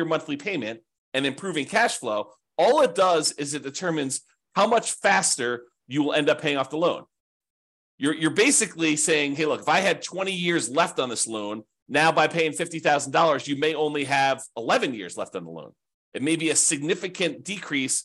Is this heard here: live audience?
no